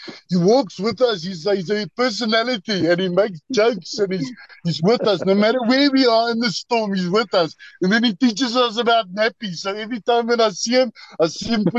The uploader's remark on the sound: The Transformation Table Zoom Meeting.